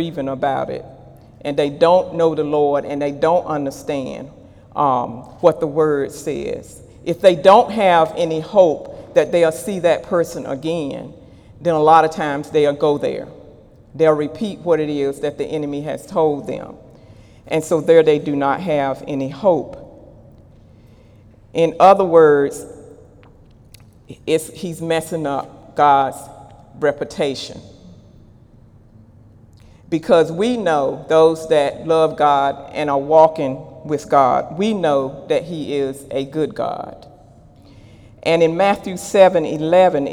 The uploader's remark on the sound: During Sunday morning service on May 20, 2018